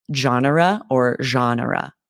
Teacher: sometimes people add an extra E to make this three syllables